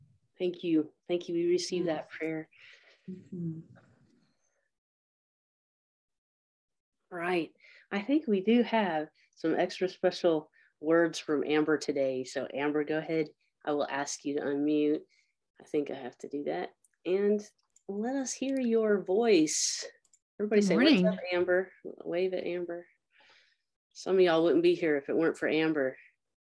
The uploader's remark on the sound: Zoom Chruch.